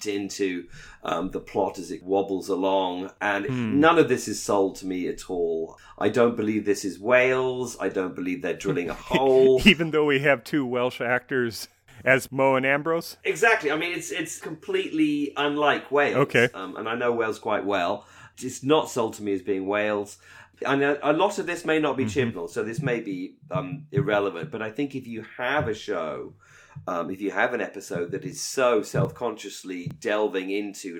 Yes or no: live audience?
no